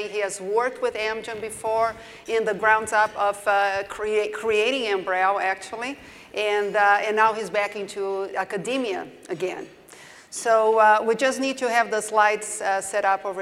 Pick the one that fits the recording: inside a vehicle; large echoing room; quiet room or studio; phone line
large echoing room